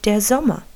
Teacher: Mit dieser Übung kannst du das sogenannte vokalische R üben. Wörter, die auf ER enden, werden wie ein kurzes, schwaches A gesprochen